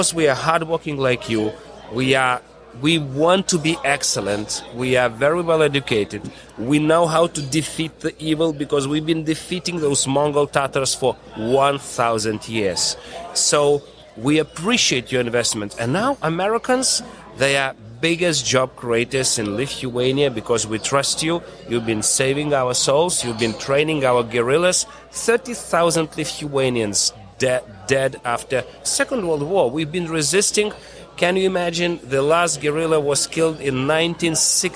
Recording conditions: busy venue